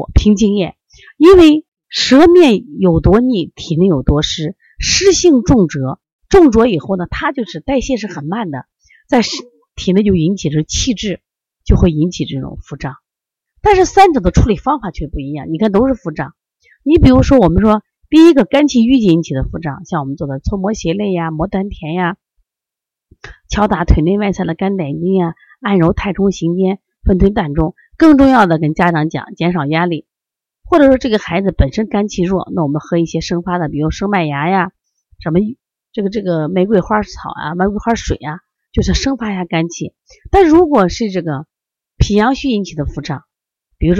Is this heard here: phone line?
no